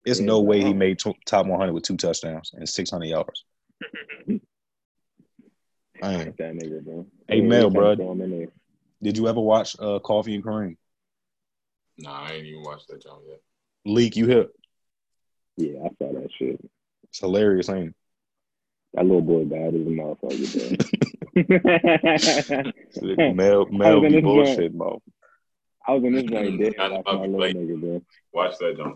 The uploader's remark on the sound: we are coming live from our own spaces thanks to Covid, but we found a way to make it work